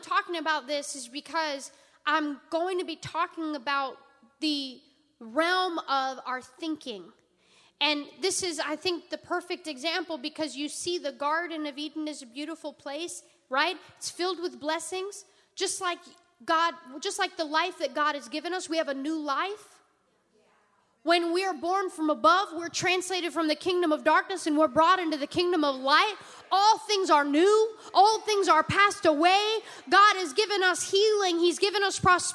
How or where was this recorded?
large echoing room